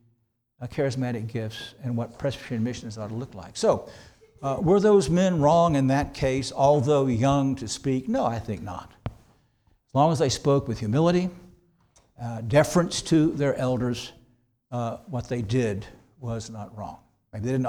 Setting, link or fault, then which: setting, large echoing room